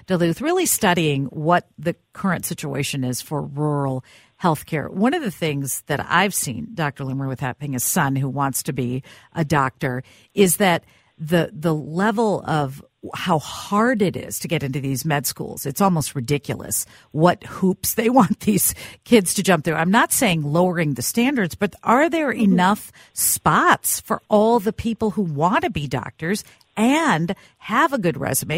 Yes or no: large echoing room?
no